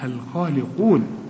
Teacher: والخاء أعلى درجات التفخيم الحرف المفخم اللي بعده ألف